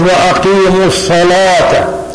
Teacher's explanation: سابعا اختلاف اللهجات بالتفخيم والترقيق والفتح والإمالة والإظهار والإضغام والهمز والتسهيل والإشمام ونحو ذلك، التفخيم والترقيق مثلا، وأقيموا الصلاة يقرأها ورش، وأقيموا الصلاة تفخيم اللام إذا جاءت بعد الصاد